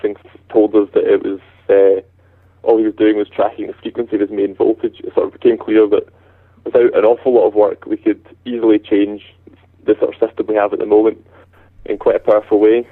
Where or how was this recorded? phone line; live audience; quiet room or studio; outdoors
phone line